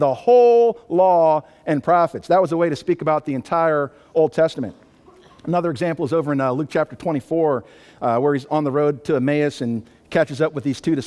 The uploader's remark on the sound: Sunday Morning Worship Service.